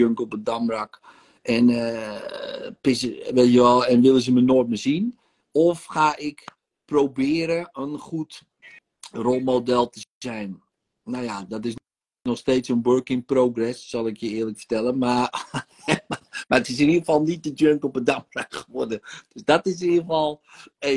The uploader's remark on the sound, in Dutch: De audio deel ik op de podcast.